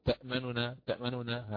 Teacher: نحن سنختلس الحركة نسرع فيها · Term: الاختلاس